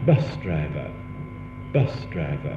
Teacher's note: There was a stress on bus, wasn't there? Bus. And there was no stress on the second element. · Term: stress on the first element